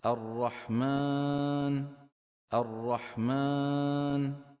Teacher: يضغط على أنفه فعم يطلع صوت الألف مخلوط بغنة